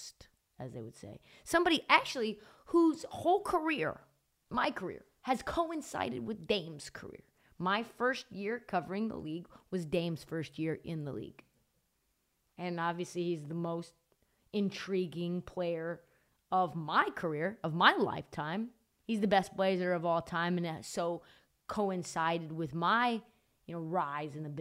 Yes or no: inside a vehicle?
no